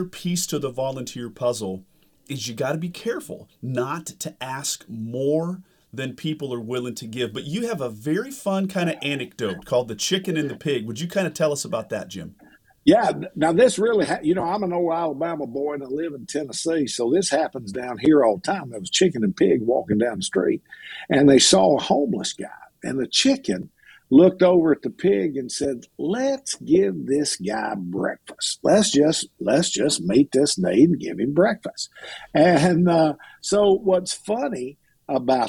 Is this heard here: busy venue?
no